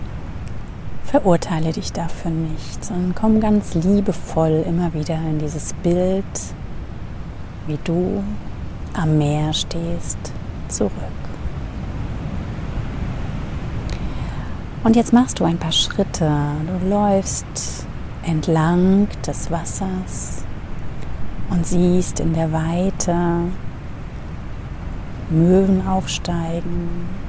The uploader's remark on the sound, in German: In der heutigen Meditation nehme ich Dich mit an die Atlantikküste. Als Hintergrundgeräusch begleiten Dich die echten Wellen des Ozeans, denn ich habe die Episode am Strand für Dich aufgenommen.